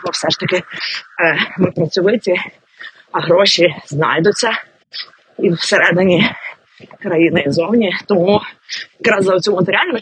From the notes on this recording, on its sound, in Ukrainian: Цей епізод трохи експериментальний, бо записувався буквально «на бігу».